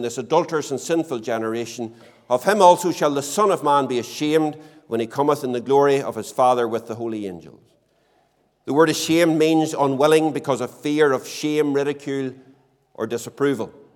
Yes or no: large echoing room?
yes